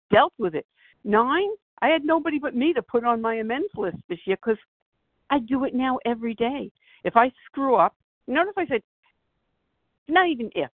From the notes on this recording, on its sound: 100 Pounders Phone Meeting, 4/13/23